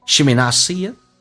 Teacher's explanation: She 不被强调，弱化成短元音 she